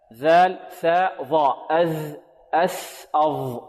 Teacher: هذه ثلاث أحرف تخرج من منتهى طرف اللسان مع منتهى أطراف الثنايا العليا